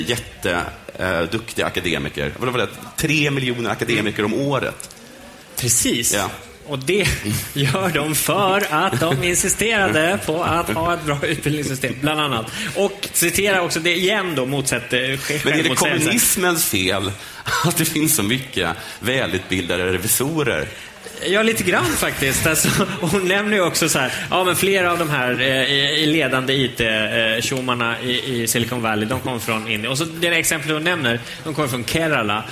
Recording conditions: busy venue